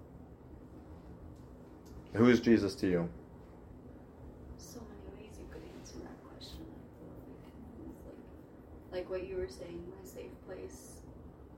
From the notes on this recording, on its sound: Please excuse the lesser quality audio